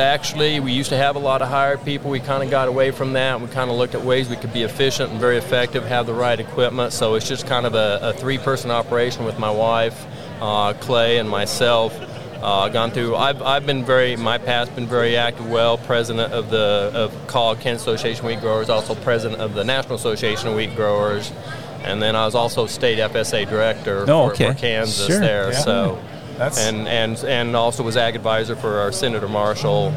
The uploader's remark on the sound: LIVE From Commodity Classic 2024. We're live at Commodity Classic 2024!